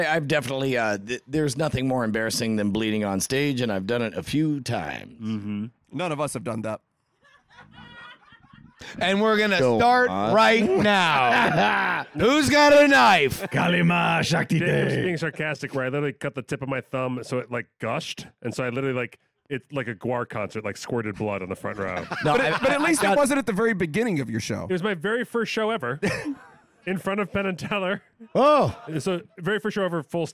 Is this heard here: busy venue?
yes